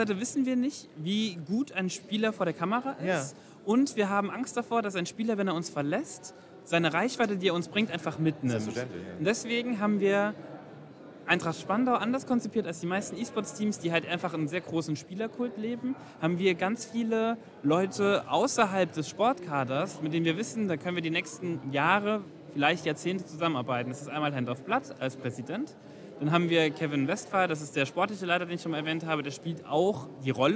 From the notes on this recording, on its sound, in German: Herzlich Willkommen zur Live-Aufnahme unserer packenden Podcast-Episode, direkt von der BRANDmate und aus dem Podcaststudio der Spielwarenmesse !